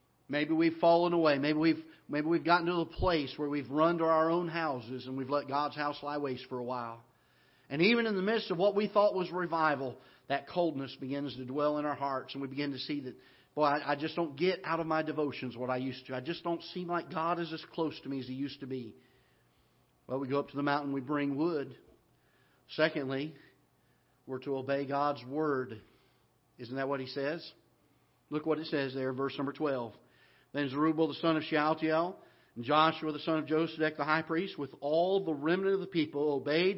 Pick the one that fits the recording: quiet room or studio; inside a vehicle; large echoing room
large echoing room